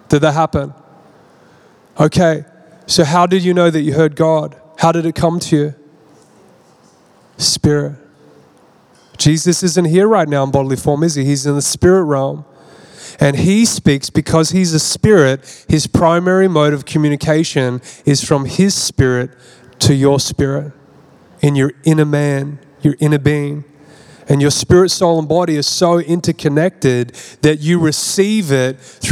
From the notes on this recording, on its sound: This message was recorded at Zion Church Gold Coast